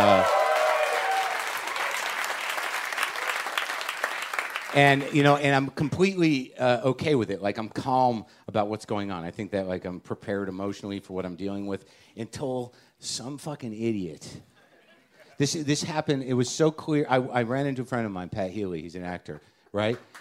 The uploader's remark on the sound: It's Live WTF from SXSW.